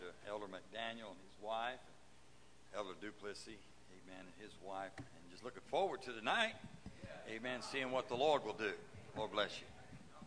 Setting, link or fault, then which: setting, large echoing room